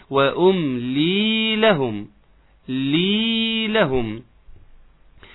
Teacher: عاوز حضرتك تحافظي على الميم الساكنة وأم، وتاخد الوقت بتاعها